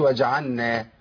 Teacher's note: انا كده أضغمت اللام في النون